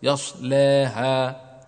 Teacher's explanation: مدحورا، يصلاها اللام استوفت شرط التغليظ والتفخيم، ولكن وقع بعدها الألف، فإن أملت الألف قللت الألف فلا بد من ترقيق اللام